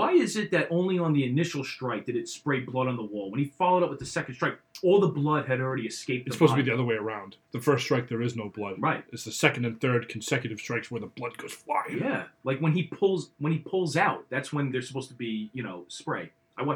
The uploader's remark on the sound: Please forgive the audio quality. The show experienced technical difficulties.